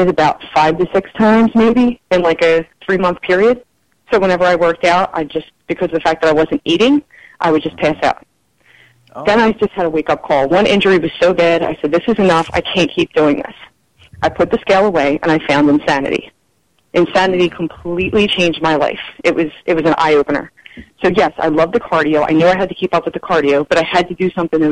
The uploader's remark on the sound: Several people called into the show